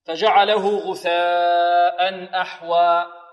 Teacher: همزة، هذا سبب من أسباب المد. الهمزة مع حرف المد اجتمعتا في كلمة واحدة فيسمى هذا المد مدا متصلا.